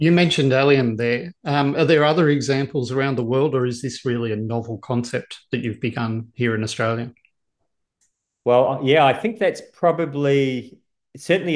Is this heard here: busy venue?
no